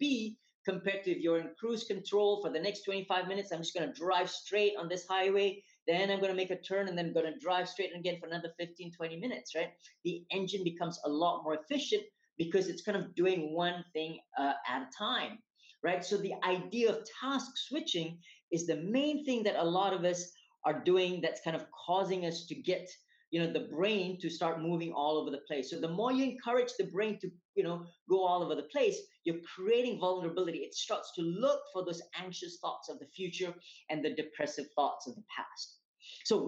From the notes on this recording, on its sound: recorded webinar series